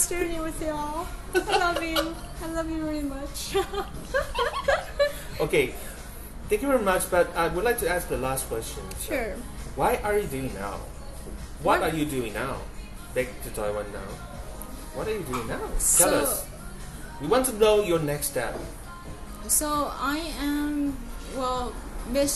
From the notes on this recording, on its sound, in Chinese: 這是一集極具挑戰性的一場錄音。它發生在早上九點的早午餐，它更發生在人聲鼎沸的餐廳之內；又再一次，我為錄音品質感到抱歉XD。錄音編輯後製：完全沒有。